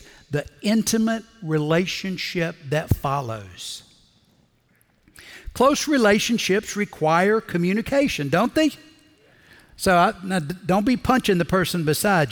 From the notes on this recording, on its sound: Recorded Live at Brookwood Church.